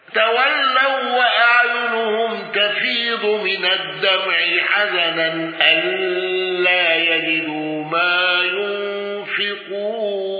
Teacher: بقصر منفصل وسكون ميم الجمع